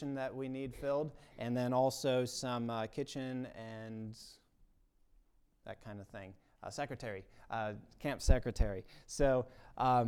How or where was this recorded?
large echoing room